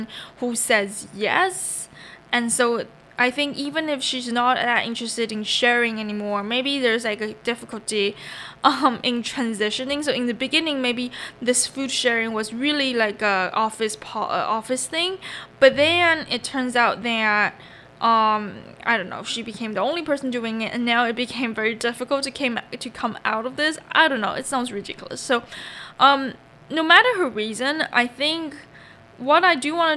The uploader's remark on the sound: sorry for the lurking buzzing noice